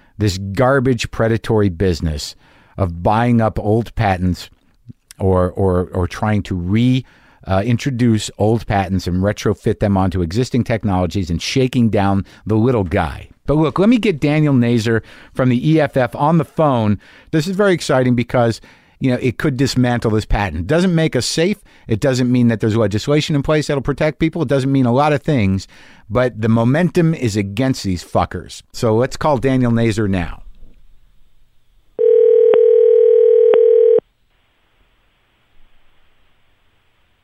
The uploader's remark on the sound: gets on the phone